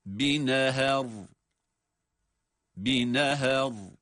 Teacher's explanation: Ha'nın inceliği yine bozulmuyor. O yine ince okunacak. Sadece kalın okunacak olan ra'dır.